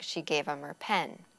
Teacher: we tend to drop those H sounds · Term: drop the H sounds